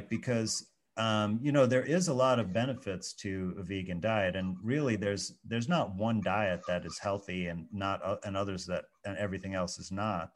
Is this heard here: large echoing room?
no